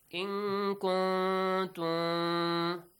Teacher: Mim sakin approaches ba. Ikhfa, mashallah. You hide the sound. · Term: ikhfa of mim